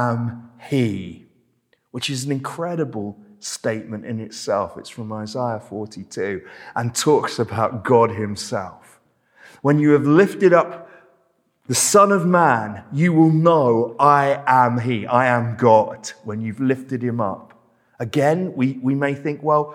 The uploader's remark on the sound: This sermon was preached at Welcome Baptist Church on Sunday 30th October 2022.